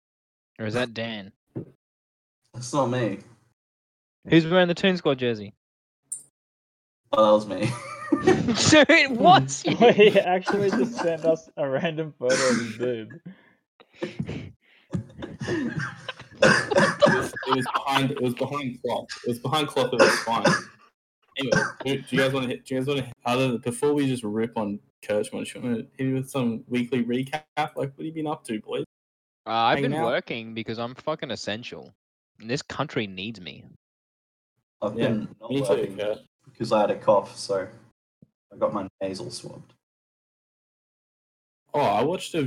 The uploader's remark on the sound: Technical difficulties.